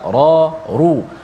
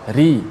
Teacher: atas dan depan tebal ra ru ada pun ra bila baris bawah ri dinipiskan bunyinya · Term: huruf ra